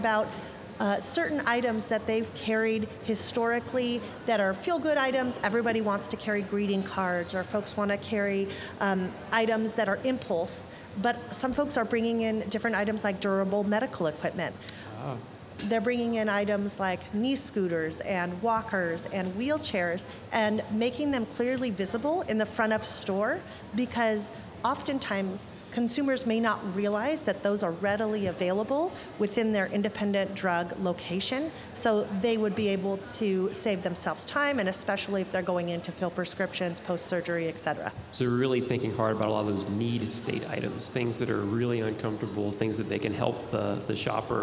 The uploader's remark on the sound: at our annual Cardinal Health Retail Business Conference (RBC)